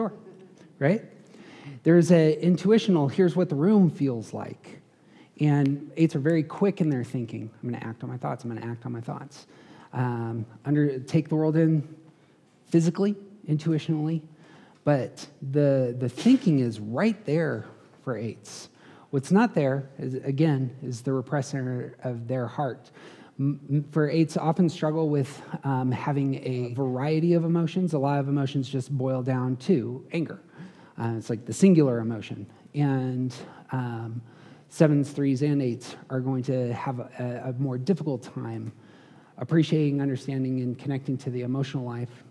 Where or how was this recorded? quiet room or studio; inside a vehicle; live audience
live audience